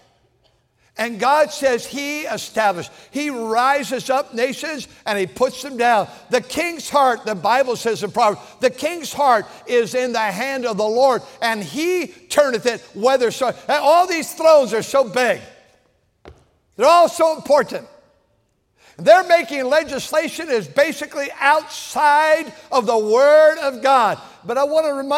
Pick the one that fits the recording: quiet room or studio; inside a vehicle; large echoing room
large echoing room